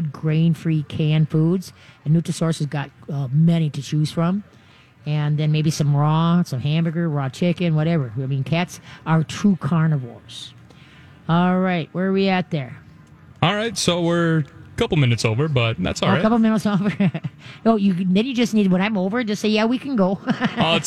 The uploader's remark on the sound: live from the State Fair!